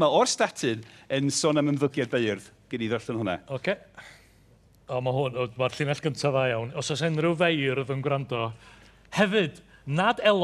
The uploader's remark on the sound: Here’s a special live episode recorded in the Literature tent of the Llŷn and Eifionydd National Eisteddfod, and what better subject to discuss on the Maes in Boduan.